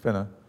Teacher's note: And finna, well, it comes originally from fix inter. But it's reduced to fitna, and it's very often reduced to finna